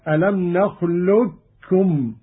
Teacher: الإدغام الكامل كاف مشددة ألم نخلقكم، أو الإدغام الناقص مع إبقاء صفة الاستعلاء على القاف بدون قلقلة هكذا: ألم نخلقكم.